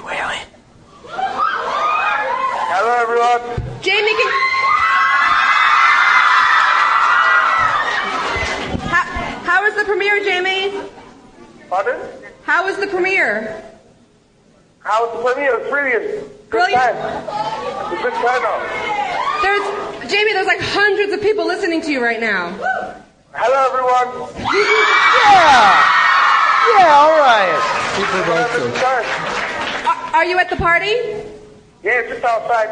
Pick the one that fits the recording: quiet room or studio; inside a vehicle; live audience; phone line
live audience